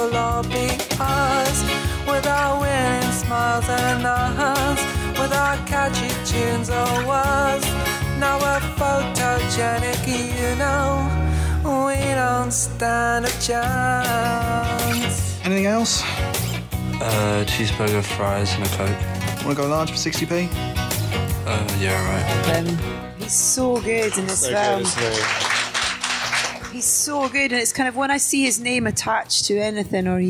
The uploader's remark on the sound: Soundtracking Live for you this week, recording at the Glasgow Film Festival back in February before lockdown came into effect.